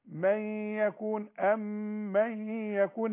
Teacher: النون اللي بعدها ياء لازم تغن · Term: الغنة